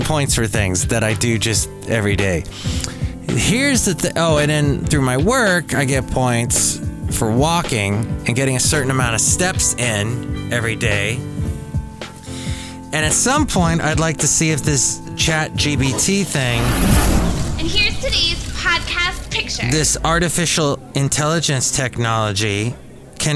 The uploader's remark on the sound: podcasts live from Cafe Anyway